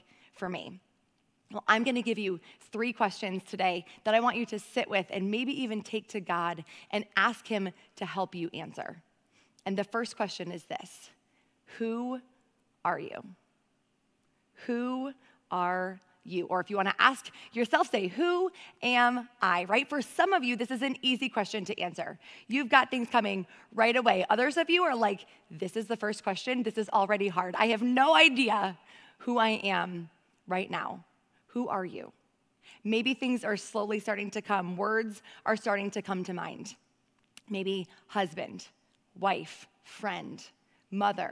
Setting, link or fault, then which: setting, large echoing room